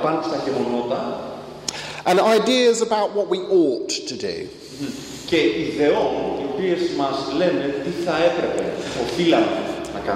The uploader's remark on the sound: Lecture with Greek translation delivered at First Evangelical Church in Athens.